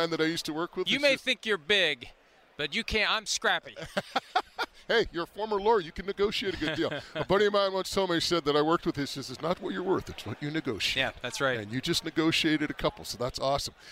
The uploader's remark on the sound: from Super Bowl 58 in Las Vegas - Day 3